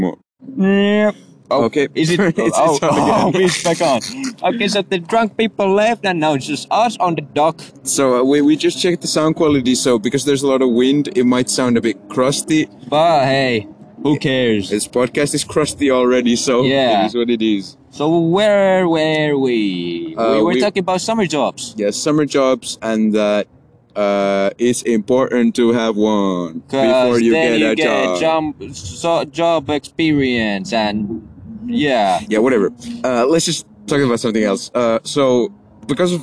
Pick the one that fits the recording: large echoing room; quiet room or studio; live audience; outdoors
outdoors